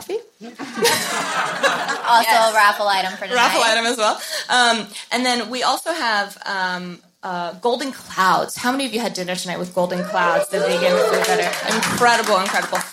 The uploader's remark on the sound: Party in LA. Clit Talk's live event, celebrating the show's global launch, brought 150 people together.